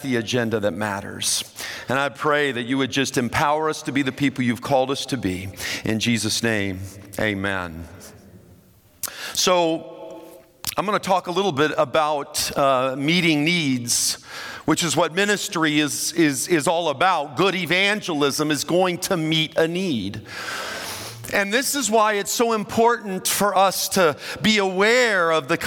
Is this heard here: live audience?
yes